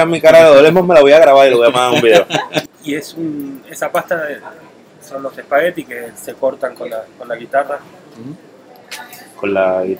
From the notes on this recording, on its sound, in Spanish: entrevista que hiciéramos en vivo en Nonna